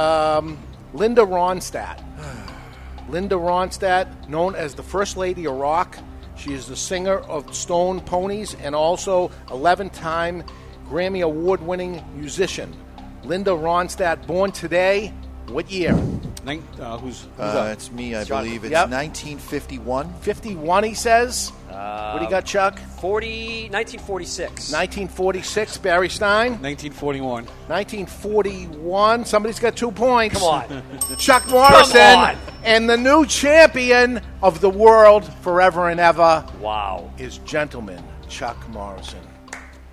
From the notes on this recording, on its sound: Live from Two Guys Smoke Shop in Salem, NH